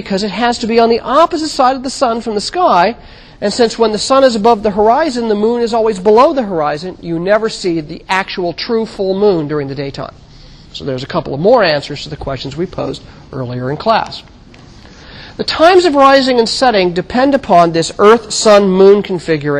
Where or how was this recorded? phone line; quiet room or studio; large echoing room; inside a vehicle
large echoing room